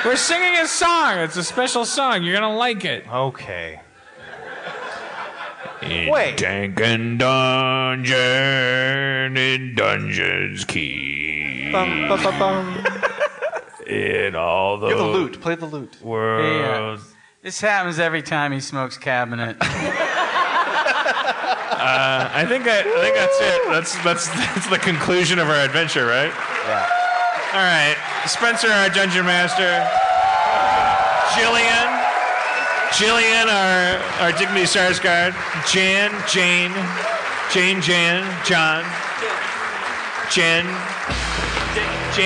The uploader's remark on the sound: LIVE in Toronto